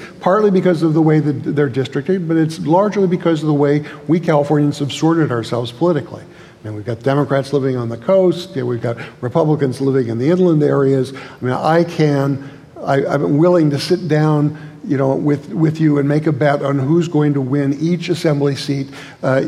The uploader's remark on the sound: in a conversation at the Fresno Art Museum